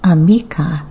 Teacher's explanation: The stress is always on the second to last syllable, giving the language a swinging, sing-songy quality.